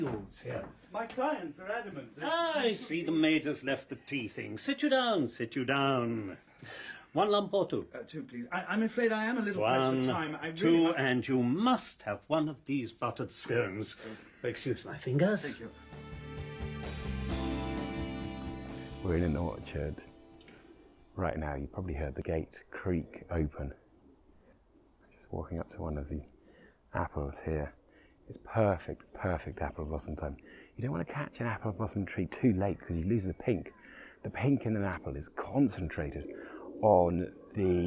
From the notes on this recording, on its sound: Roving Episode. Special on location recording that starts deep in the beach woods and bursts into the orchard.